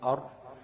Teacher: مخرج الراء بيعتمد على طرف اللسان مع ظهر اللسان